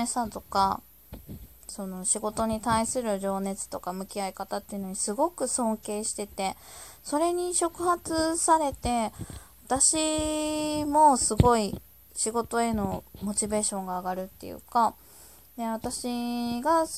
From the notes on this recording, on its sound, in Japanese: ひとり語り。雑音あり。音量注意。